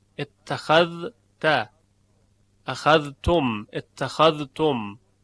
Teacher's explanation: از جمله ادغام ذال در حرف تا، یعنی تی دو نقطه، ذال در حرف تا، و اون در کلمه اخذ تو، و اون چه که مشتق شده از اخذه، البته مشروط به این که ضمیر ت حرف تا در اون باشه اخذ تو، یا اینکه رفته باشه در باب اتخاذ، اتخذت اخذتم اتخذتم.